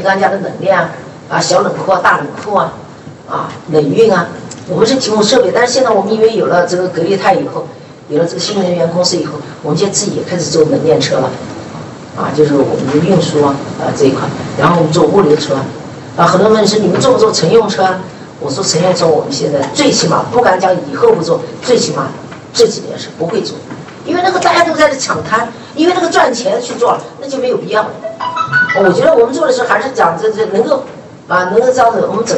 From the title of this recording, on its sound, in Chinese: 格力电器2021 股东大会实况录音